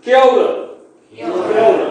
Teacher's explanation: the emphasis almost goes on the start of the second one